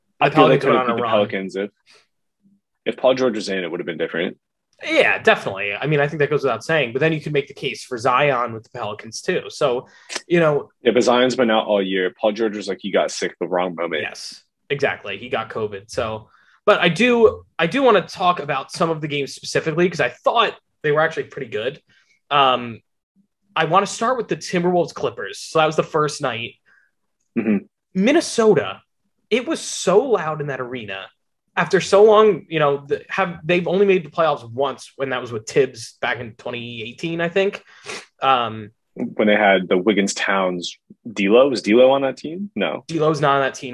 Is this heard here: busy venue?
no